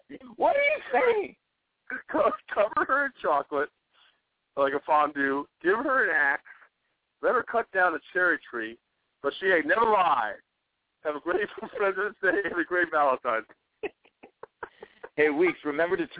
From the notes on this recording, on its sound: It's a Friday night call-in show on Valentine's Day!